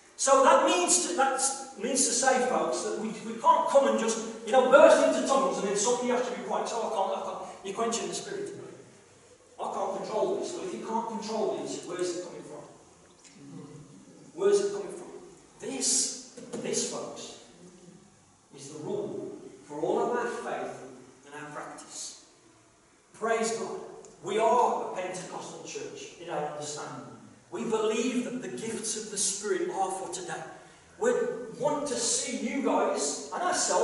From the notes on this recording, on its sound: KCC's morning service. Please note that this is a live recording and at times the audio may not be the best due to external circumstances.